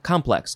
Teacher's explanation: Emphasize the first syllable, complex.